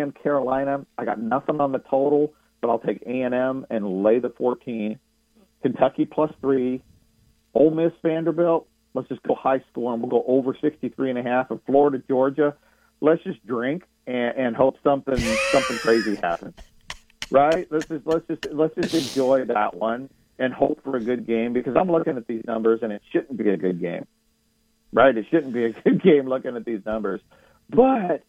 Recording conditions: phone line